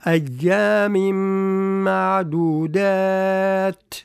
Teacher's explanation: التنوين هذاك يدغم في الميم تاع معدودات، فتصبح يعني أيام هكذا.